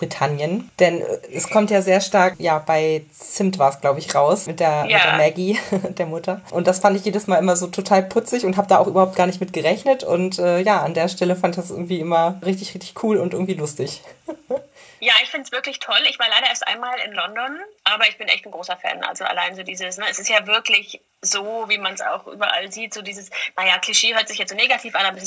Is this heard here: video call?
yes